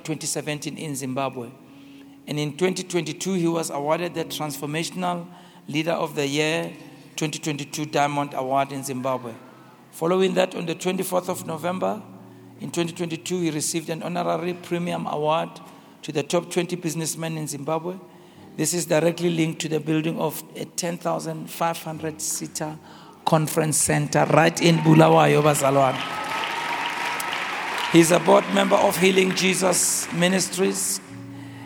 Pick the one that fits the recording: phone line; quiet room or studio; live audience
live audience